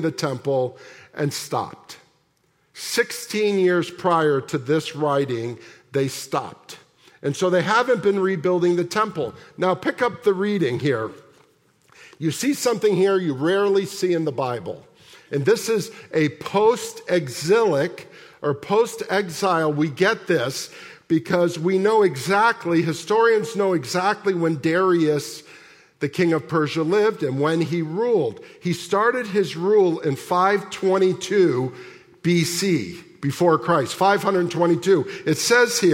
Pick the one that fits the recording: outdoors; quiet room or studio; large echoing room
large echoing room